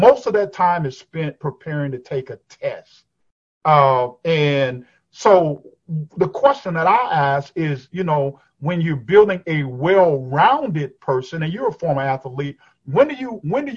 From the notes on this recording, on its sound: over Zoom